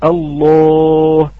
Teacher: في حال تغليظ اللام يقول أننا لا نضم الشفتين، أي لا نأتي بصورة الواو فيها